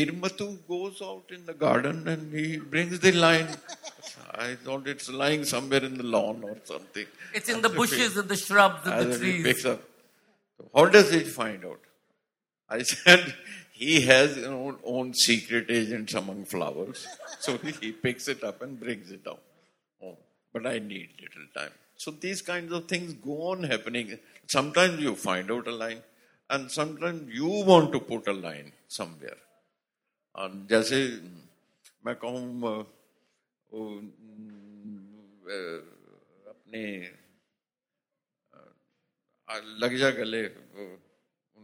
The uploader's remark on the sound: This episode is a live session from Day 2 of #ZEEJLF2019.